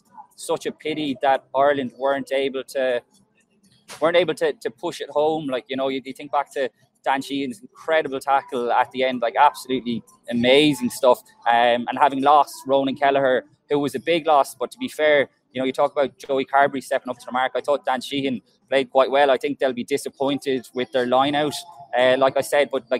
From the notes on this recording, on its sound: The Left Wing LIVE. Live from the Stade de France.